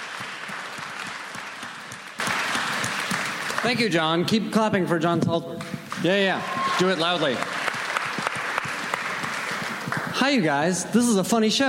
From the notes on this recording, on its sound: FX Comedy Night panels from ATX Television Festival